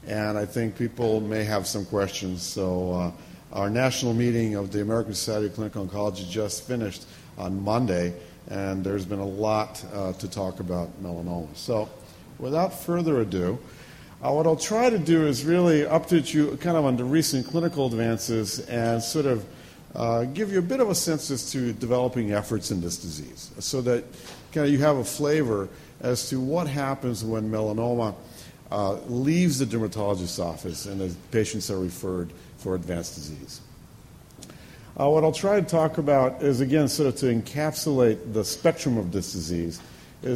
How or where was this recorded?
large echoing room